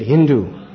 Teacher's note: So the Muslims, Prabhupada said, they would pronounce S as H. That was just the way their tongues move or something.